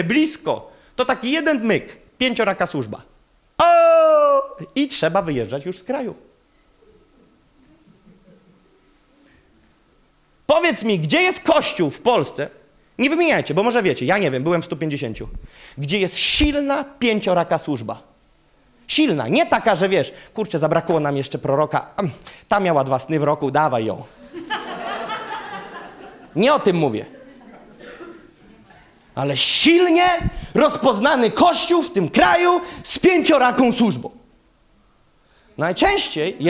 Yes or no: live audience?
yes